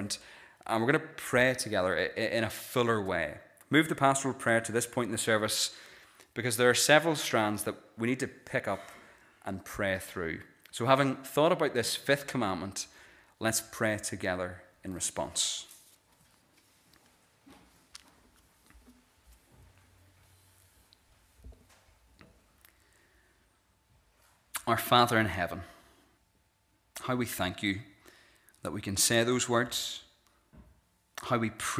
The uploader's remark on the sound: This is the recording of the Bible reading and sermon from our evening service on Sunday 14th January 2024.